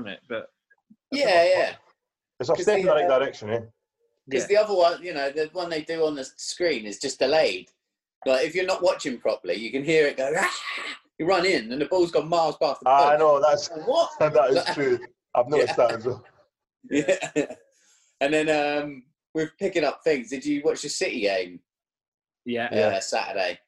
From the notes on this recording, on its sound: back on zoom this week